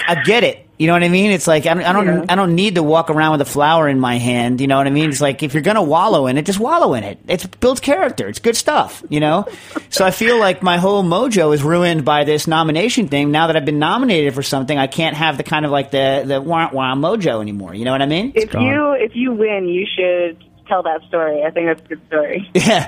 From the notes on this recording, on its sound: Joins by phone. Is in the studio for the festivities.